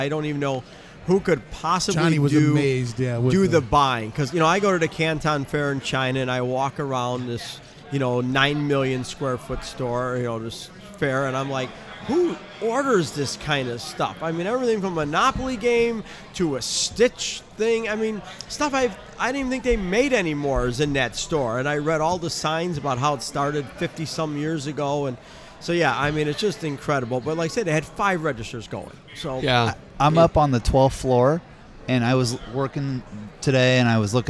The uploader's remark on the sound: This episode of Fireworks Brigade was recorded around midnight during “Afterglow” on night 2 of the NFA’s Annual Expo in Branson, Missouri.